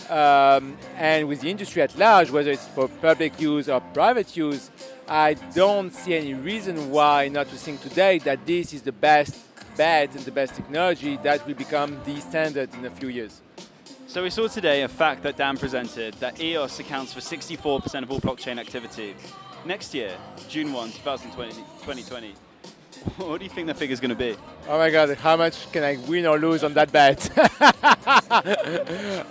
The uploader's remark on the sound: LIVE FROM THE BLOCK.ONE JUNE EVENT!